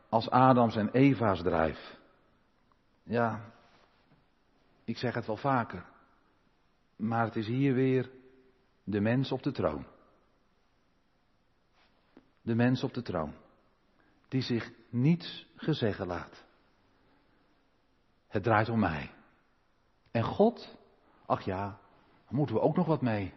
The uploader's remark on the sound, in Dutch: De preek is op 19 juni opgenomen in de Maranathakerk te Groningen